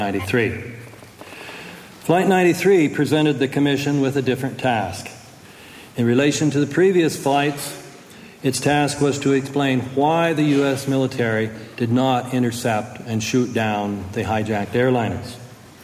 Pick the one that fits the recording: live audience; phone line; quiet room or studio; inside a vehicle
live audience